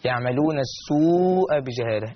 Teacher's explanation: الحكم مد متصل يمد بمقدار 4 حركات او 5 حركات